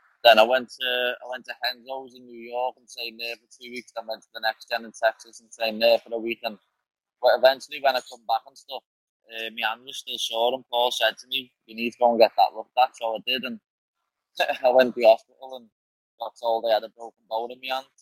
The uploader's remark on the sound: On the phone from the pub. The first 5 mins or so is a tiny bit jumpy due to connection. As the call goes on it settles nicely.